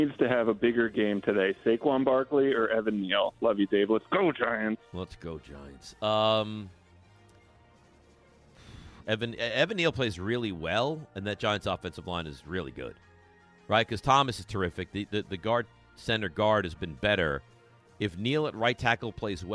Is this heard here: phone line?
yes